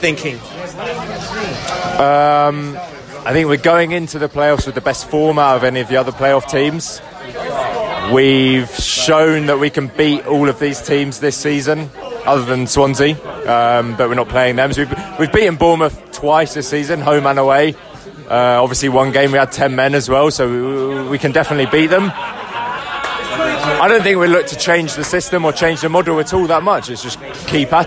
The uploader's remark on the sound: post-match podcast from the pub